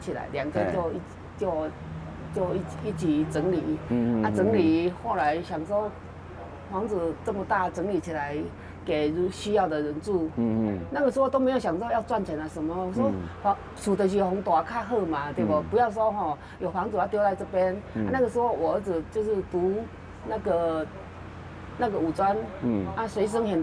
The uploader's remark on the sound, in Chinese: 本集節目因於鐵軌旁錄製，環境音會比以往節目大，請聽眾朋友諒解。